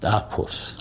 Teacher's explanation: ხშული ტ და ფშვინვიერი ფ